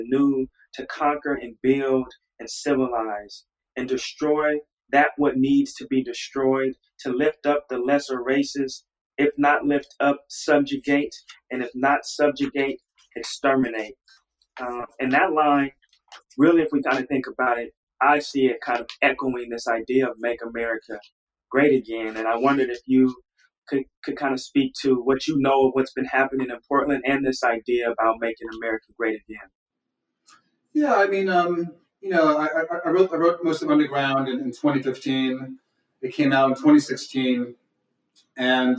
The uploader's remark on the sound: It was, in fact, our very first virtual event of the pandemic